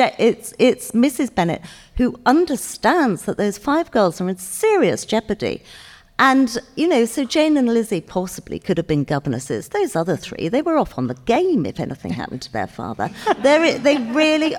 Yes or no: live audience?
yes